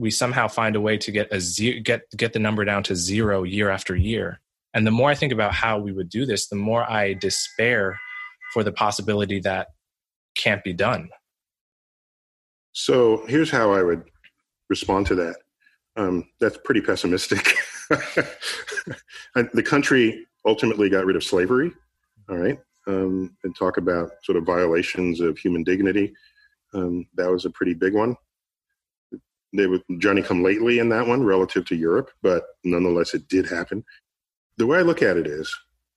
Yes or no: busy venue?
no